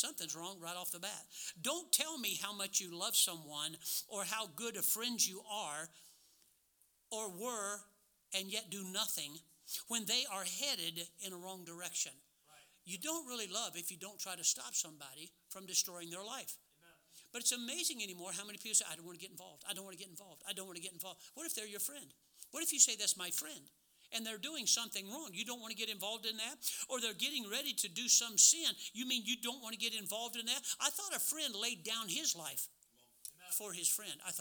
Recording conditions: large echoing room